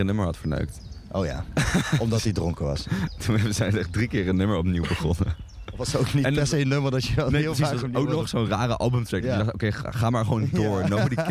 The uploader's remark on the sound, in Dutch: Down The Rabbit Hole is het beste festival van Nederland. Live vanaf de Down The Rabbit Hole camping.